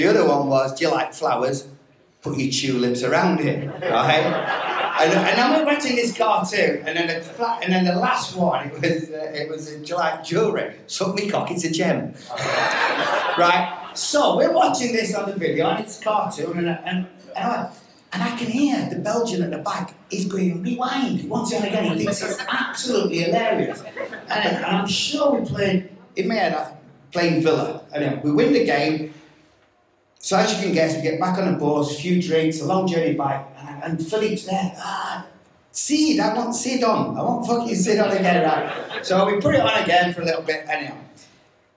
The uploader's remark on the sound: NUFC Matters Live 2623 Grand Hotel Newcastle